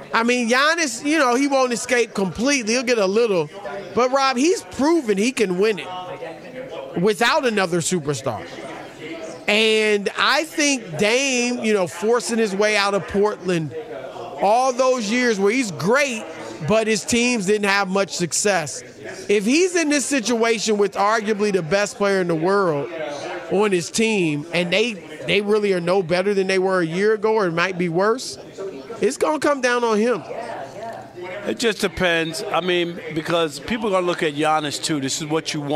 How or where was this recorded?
busy venue